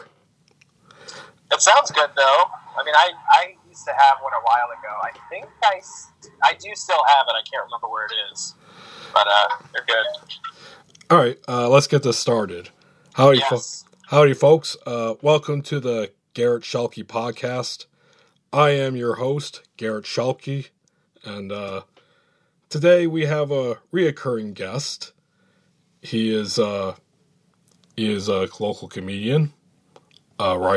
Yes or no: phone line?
yes